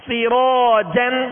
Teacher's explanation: سین کو باریک پڑھیں گے اور را کو پر کریں گے، را کے ساتھ الف مدہ ہے لہذا الف کو بھی را کی وجہ سے پر پڑھیں گے.